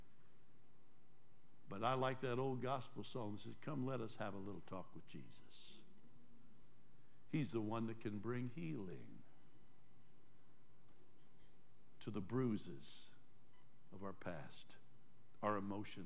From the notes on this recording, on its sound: Trinity Church Live